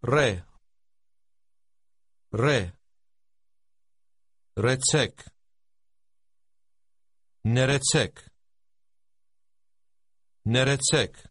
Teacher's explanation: Did you hear the rolling R? This is common in Armenian.